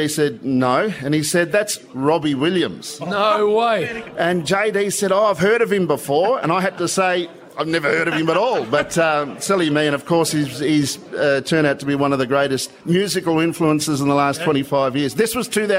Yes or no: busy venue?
yes